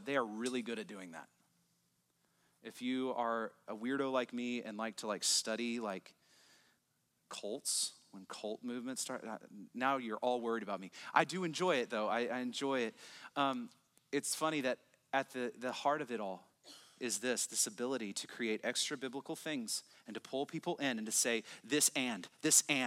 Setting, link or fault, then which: setting, large echoing room